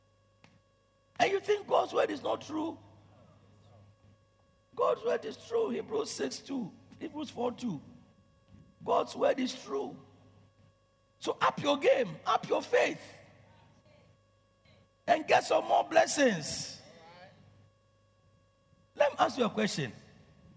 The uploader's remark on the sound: Preached at Loyalty House, Abbey, Dahwenya